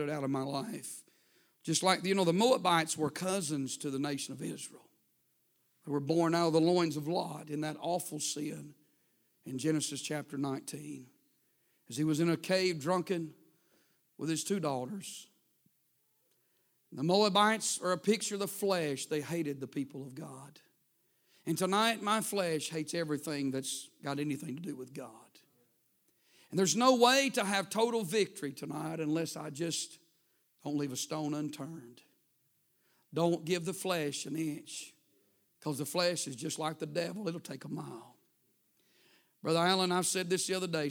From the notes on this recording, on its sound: A sermon preached Wednesday Evening